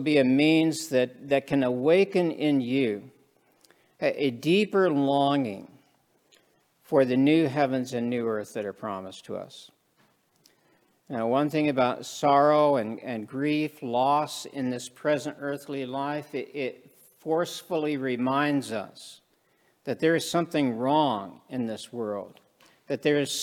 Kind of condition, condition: setting, large echoing room